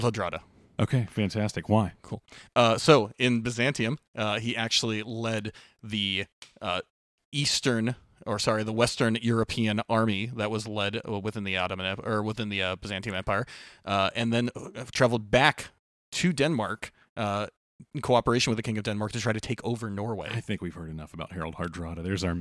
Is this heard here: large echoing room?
no